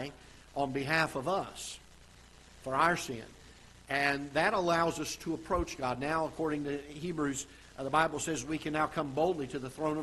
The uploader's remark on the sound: Ketha Heights Baptist Church ~ Live Broadcast